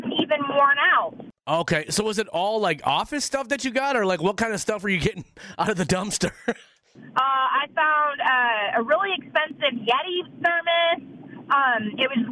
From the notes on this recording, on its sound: got some really funny phone calls